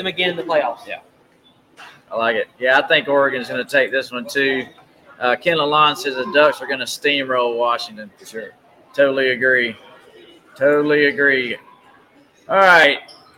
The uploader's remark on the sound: Fall Line Brewery remote broadcast.